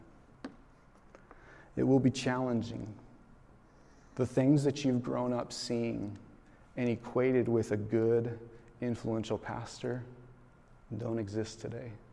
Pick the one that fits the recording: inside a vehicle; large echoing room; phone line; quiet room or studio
large echoing room